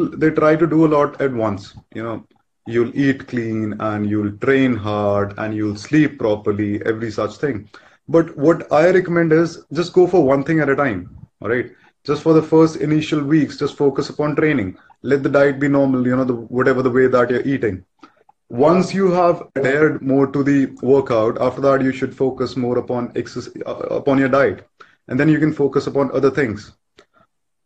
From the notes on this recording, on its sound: a recorded Instagram live